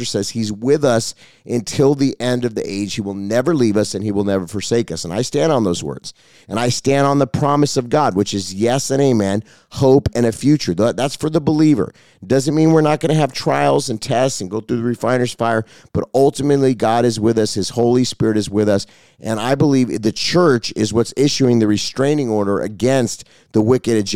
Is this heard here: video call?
no